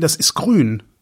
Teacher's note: Das T spricht ja keiner mit.